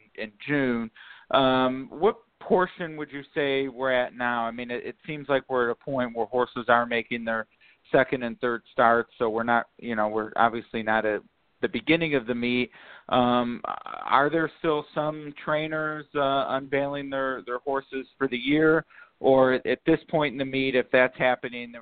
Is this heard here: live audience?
no